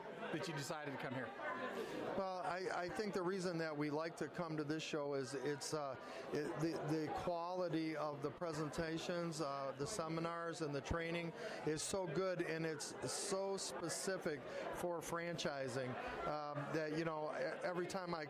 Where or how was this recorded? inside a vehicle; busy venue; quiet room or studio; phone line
busy venue